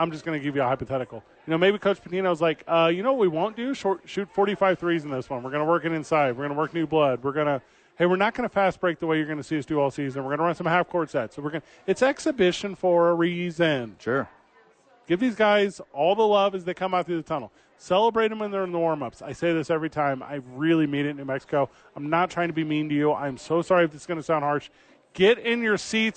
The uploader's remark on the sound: live from Sadies on 4th for Thursday Night Football